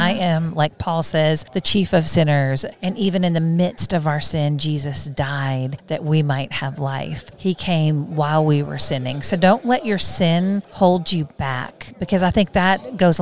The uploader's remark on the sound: at the NRB conference